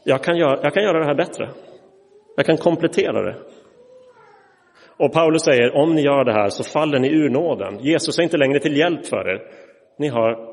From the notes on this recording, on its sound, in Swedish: Inspelad i Roseniuskyrkan